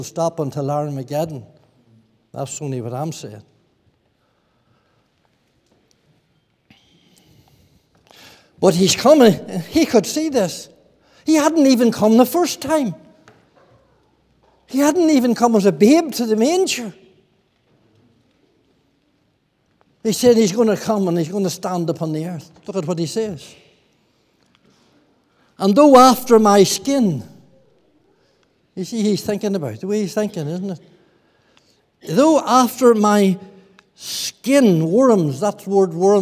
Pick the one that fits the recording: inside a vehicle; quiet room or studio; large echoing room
large echoing room